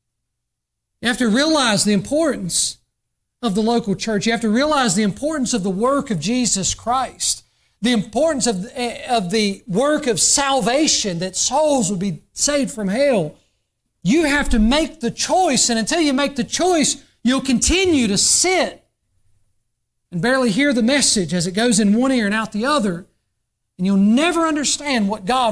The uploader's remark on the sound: during the Sunday morning service on January 7, 2024, at Southside Baptist Church in Mount Airy, NC.